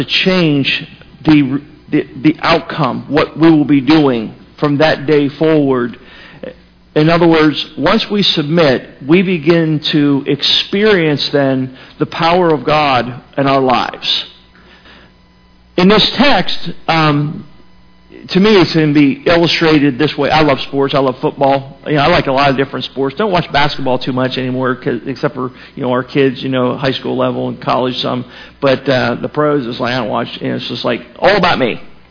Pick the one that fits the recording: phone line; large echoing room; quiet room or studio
large echoing room